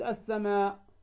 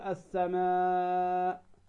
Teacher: إذا أردت أن تمدها مدا فرعيا تقول السماء، فتمدها أربع إلى خمس حركات · Shown in: second take